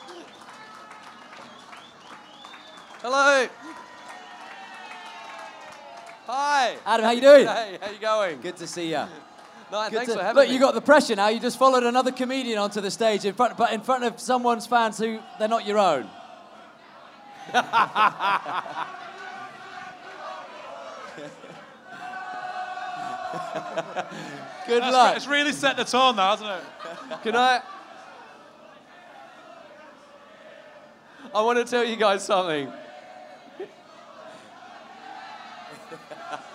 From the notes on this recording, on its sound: Grand Final Live Special. Live from the #GrandFinal.